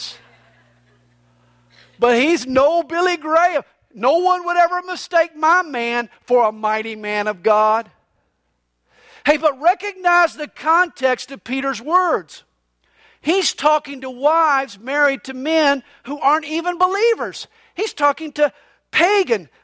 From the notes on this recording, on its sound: These messages are recorded live during the Sunday Morning service at CalvaryCSM located in Lilburn, Georgia.